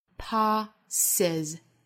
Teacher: 加了这个元音之后呢，尾部的这个 s 呢应该发浊辅音的 z